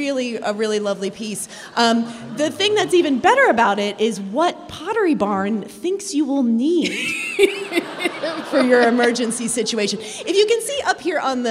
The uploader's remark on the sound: This is a special episode, recorded in front of a live audience at the Harris Theater in Chicago, IL.